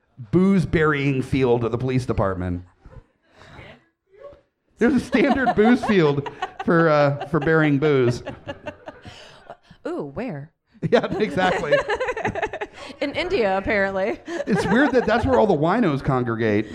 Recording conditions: live audience